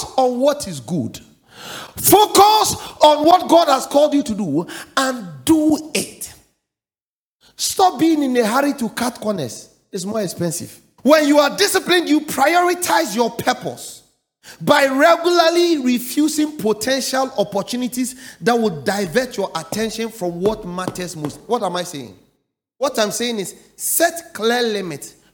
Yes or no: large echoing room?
yes